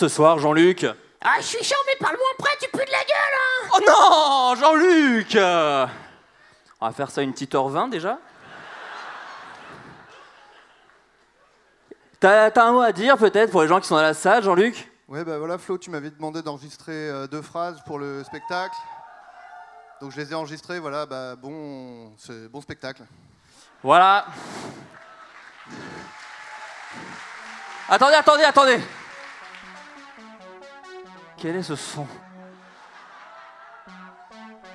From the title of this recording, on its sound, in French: En Public au Bataclan